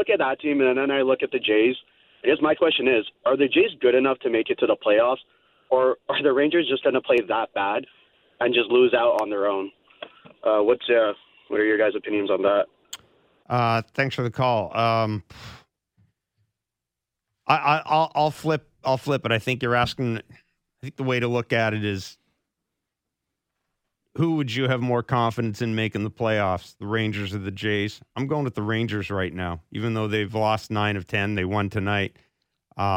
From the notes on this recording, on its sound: They take your calls